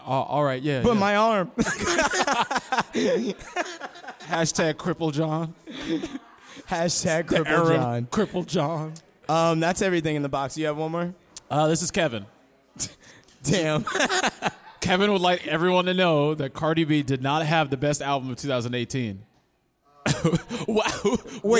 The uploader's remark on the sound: Live at The Brewers Collective in Bay Shore, Long Island.